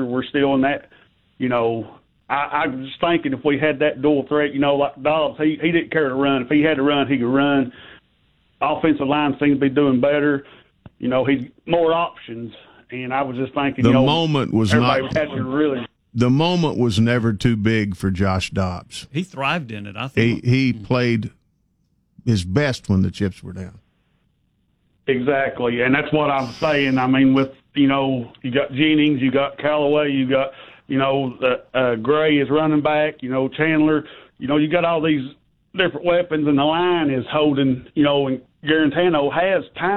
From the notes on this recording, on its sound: taking more of your phone calls